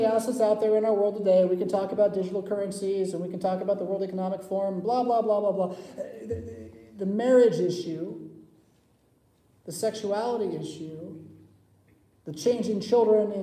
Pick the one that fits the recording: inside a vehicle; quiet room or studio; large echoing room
large echoing room